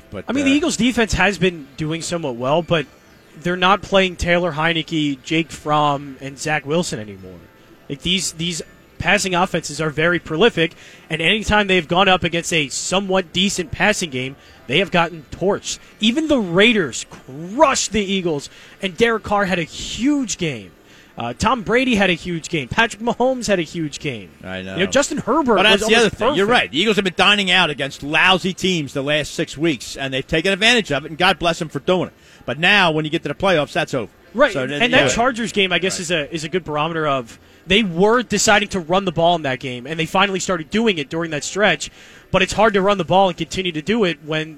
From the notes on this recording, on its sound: LIVE from the Parx Casino Sportsbook.